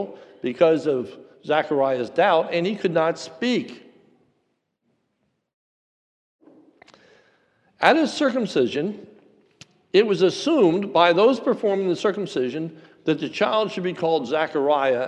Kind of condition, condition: setting, large echoing room